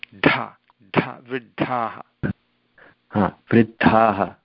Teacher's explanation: When you pronounce that D, there should be increased air coming out of your mouth.